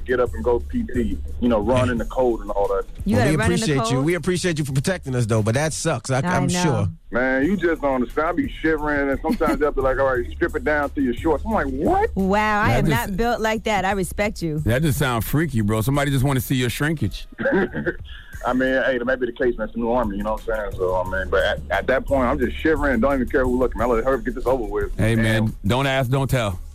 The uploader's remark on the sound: We opened up the phone lines to see what our listeners thought of her story.